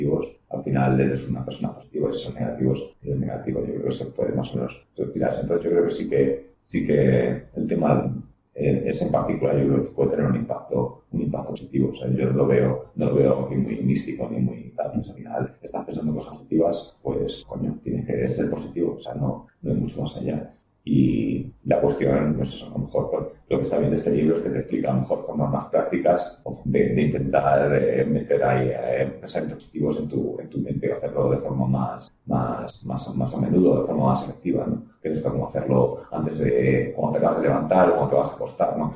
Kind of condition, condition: fault, poor sound quality